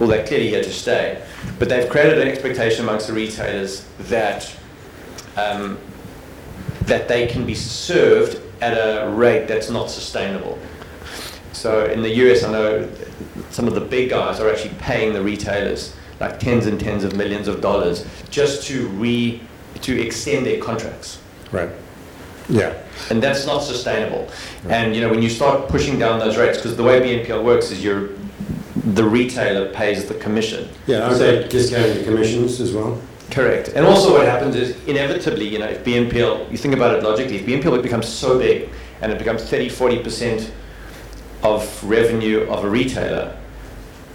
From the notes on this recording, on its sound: This interview was recorded at the BigFive Summit, 12-13 May 2022 in Cape Town.